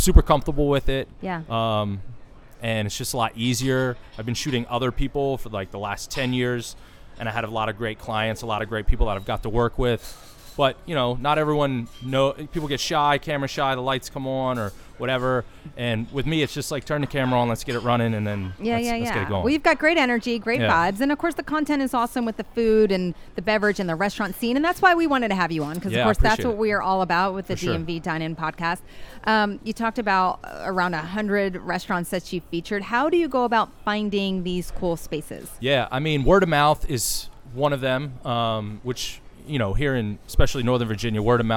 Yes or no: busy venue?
yes